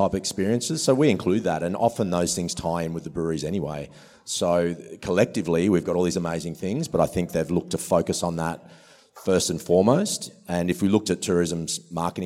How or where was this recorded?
busy venue